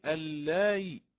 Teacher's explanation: الهمزة هي مكسورة فستسهل بين الهمزة والياء، يعني اللائي هكذا، ولكن دون مد، ليست اللائي دون مد. · Term: التسهيل